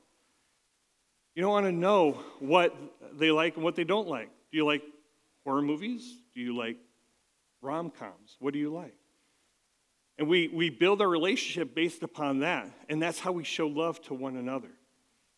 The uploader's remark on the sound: at Catalyst Christian Church